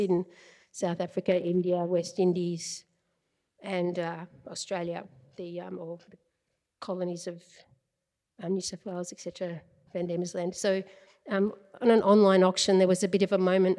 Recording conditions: live audience